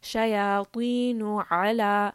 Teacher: It is a permanently heavy letter. So we want the طَا to be mouthful kind of sound. Back of the tongue should be raised.